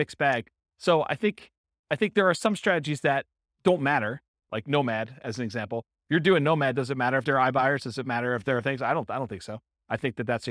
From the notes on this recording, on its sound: This was a live class recorded to give investors a solid qualitative overview of all the different real estate investing strategies. Thornton, Colorado.